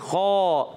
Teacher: خا حرف مستعلیہ میں سے موٹا ادا کریں گے، حلق کے اوپر والے حصے سے